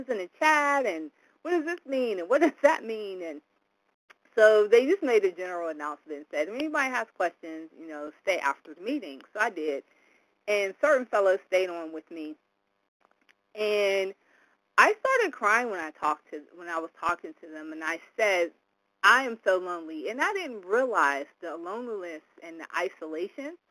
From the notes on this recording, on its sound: from the 100 Pounders Phone Meeting, date unknown